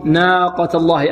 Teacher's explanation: النون هنا ماذا؟ مرققة، والألف بعدها كذلك مرققة، والقاف مفخمة